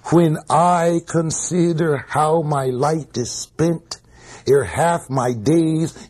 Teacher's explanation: But we can hear those 10 syllables, second alternate syllables accented.